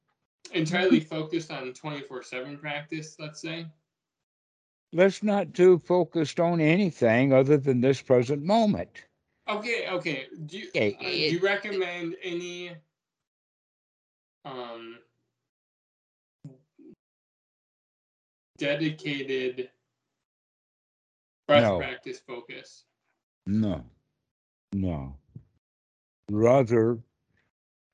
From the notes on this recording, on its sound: Skype calls.